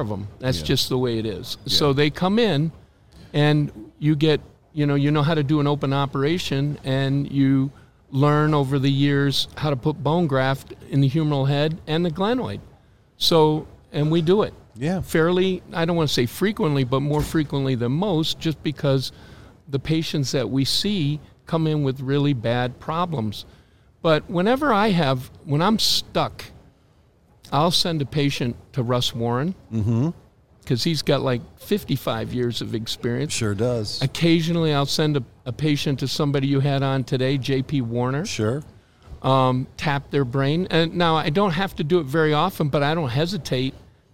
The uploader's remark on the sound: recorded live at Ortho Summit in September 2023